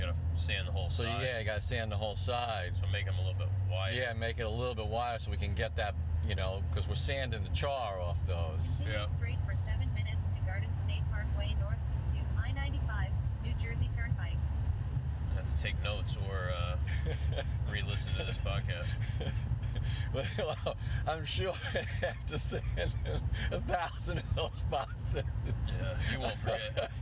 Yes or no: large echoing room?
no